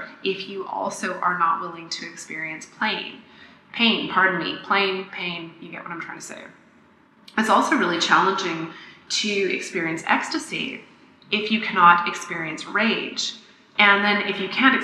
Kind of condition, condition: fault, echo